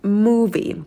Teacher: На звуке «м» сидим подольше, потом долгий «у», как такая волна. Губы вперед мы не вытягиваем, стараемся улыбаться.